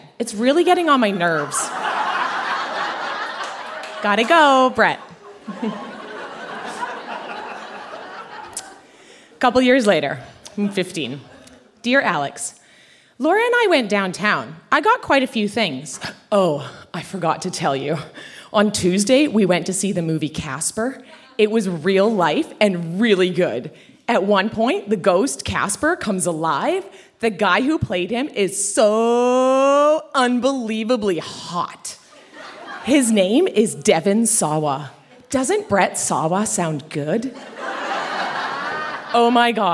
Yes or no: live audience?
yes